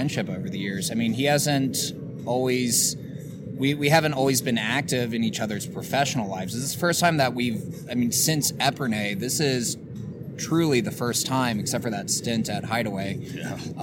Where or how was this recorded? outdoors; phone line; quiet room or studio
outdoors